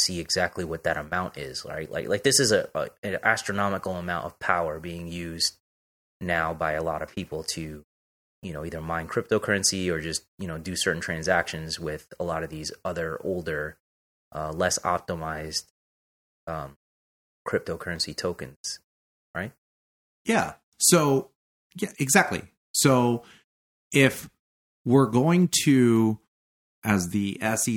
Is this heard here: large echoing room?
no